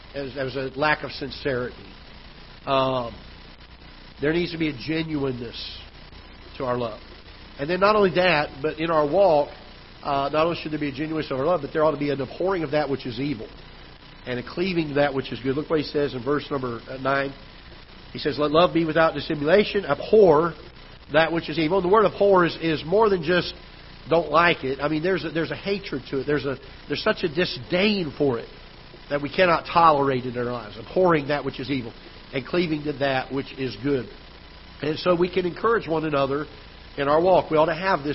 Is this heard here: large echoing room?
yes